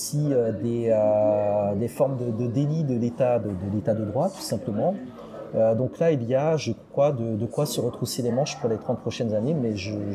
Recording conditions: background noise